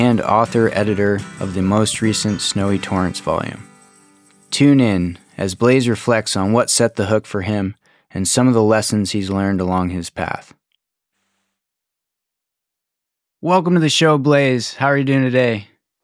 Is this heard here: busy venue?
no